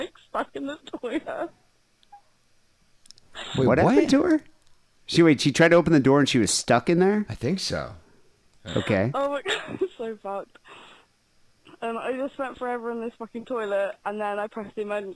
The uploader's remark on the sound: Phone calls.